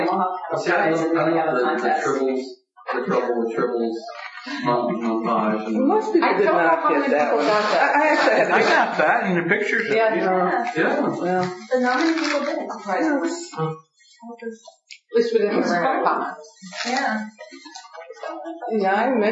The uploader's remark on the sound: Audio from our club meeting -- a recap of what happened at Marcon.